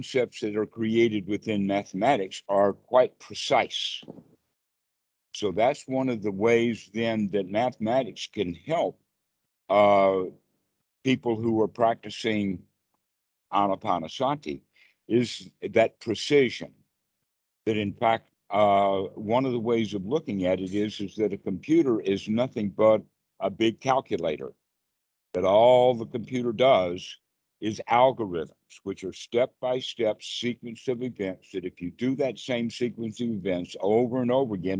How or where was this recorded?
video call